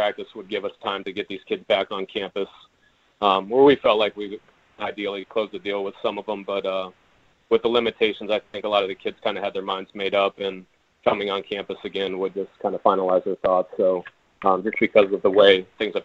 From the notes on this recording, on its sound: Held a conference call with reporters.